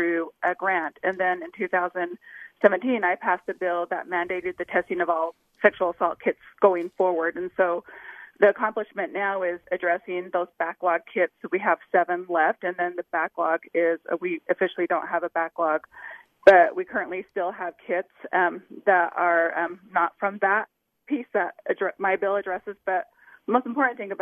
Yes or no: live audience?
no